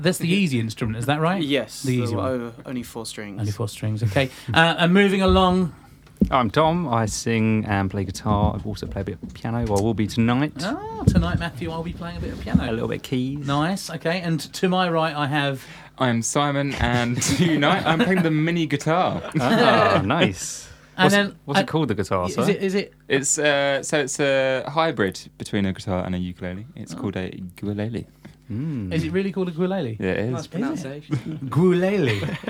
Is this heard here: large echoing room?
no